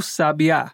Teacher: Ou até posso acentuar a última sílaba e teremos aquele pássaro, o sabiá